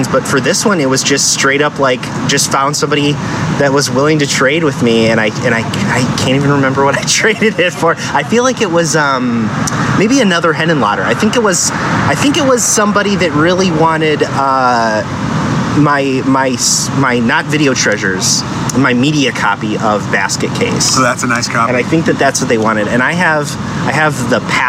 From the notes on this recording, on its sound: In this episode, we go to a live VHS viewing